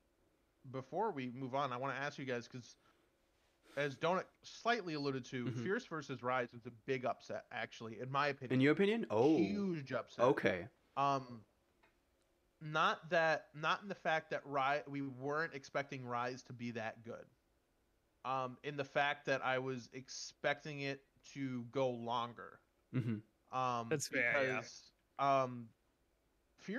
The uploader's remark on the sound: We are aware of the quiet audio and working to resolve this ASAP.